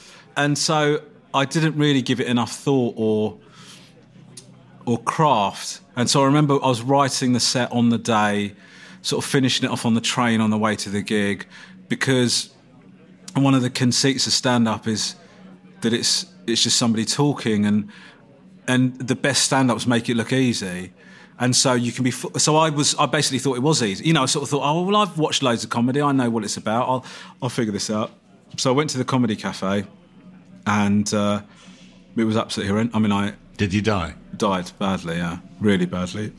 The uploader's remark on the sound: A lively meal in New York City, for this episode of Out to Lunch recorded before lockdown. Lunch at Crown Shy.